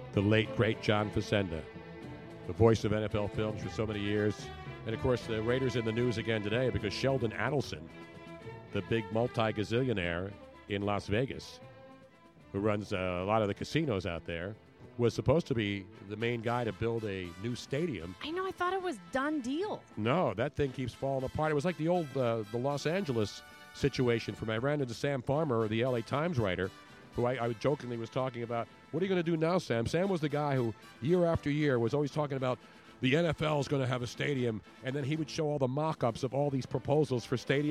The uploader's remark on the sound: LIVE from SuperBowl 51 Radio Row